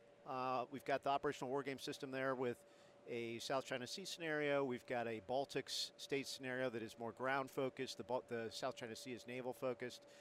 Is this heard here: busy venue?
yes